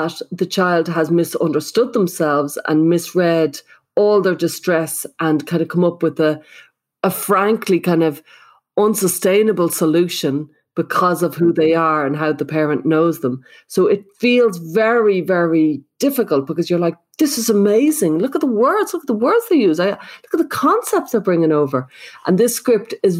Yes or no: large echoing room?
no